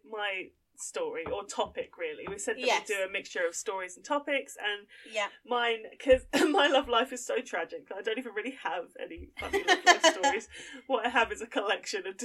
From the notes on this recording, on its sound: You'll forgive us our sound issues, we're only podcast babies.